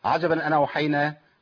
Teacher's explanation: يسقط الهمزه ويحرك وينقل حركه الهمزه على النون · Term: نقل الحركه